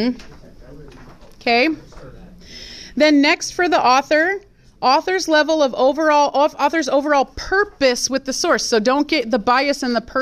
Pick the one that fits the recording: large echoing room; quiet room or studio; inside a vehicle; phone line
large echoing room